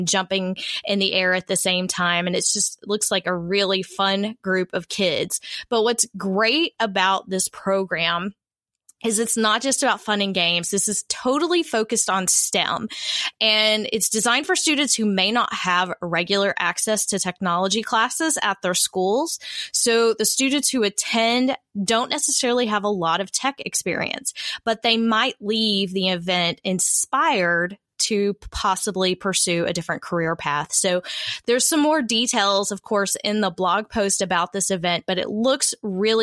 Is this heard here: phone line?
no